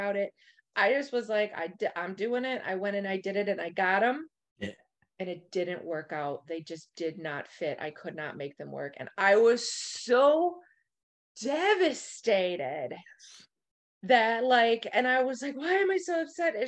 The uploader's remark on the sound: In Raleigh, NC and Appleton, WI on Zoom.